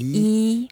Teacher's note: Let's make it very like YI and first tone. Make it flat.